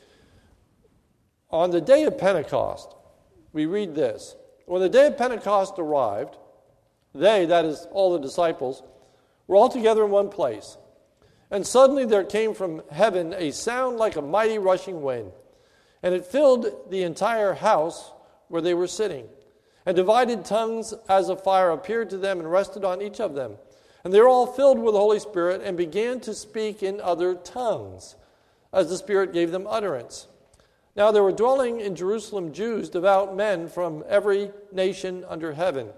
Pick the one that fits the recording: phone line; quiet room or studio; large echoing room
large echoing room